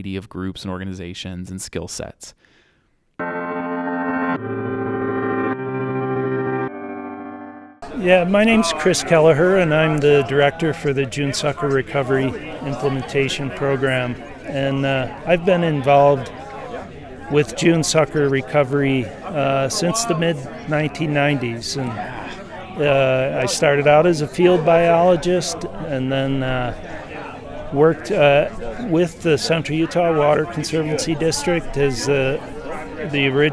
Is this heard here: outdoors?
yes